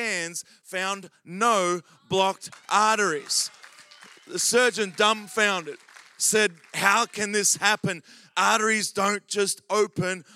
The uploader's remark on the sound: Recorded during our Melbourne East service on Sunday, the 29nd of October 2023.